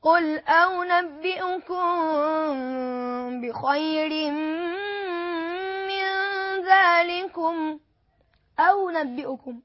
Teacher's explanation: أنبئكم بالتسهيل في الهمزة الثانية